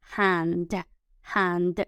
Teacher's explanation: que suene la D y la A más cerradita